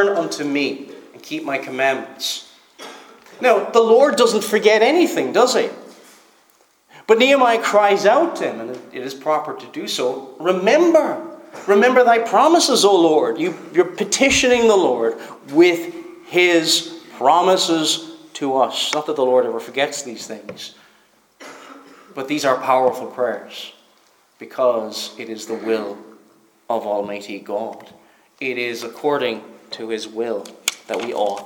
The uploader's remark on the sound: Preached at Stornoway Free Church -Continuing.